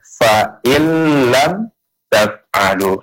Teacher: Nunnya udah enggak nampak lagi. Ya, langsung lebur ke huruf lam · Term: idgham bila gunnah